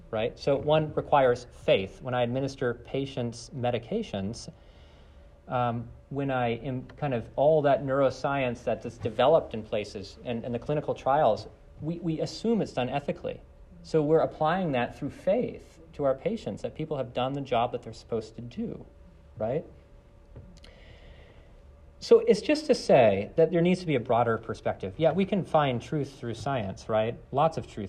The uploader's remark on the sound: This lecture was given on November 28th, 2023, at Johns Hopkins University.